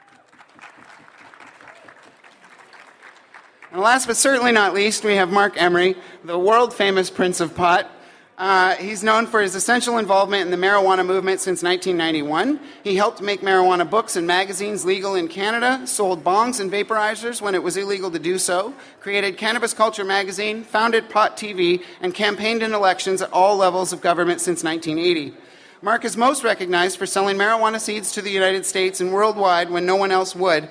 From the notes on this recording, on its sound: we listen in to the Cannabis Hemp Conference 2016 All-Star Canadian Activism Panel